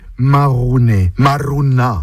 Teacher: Dans le mot, le R roulé nous montre une personne qui râle aussi, qui bougonne.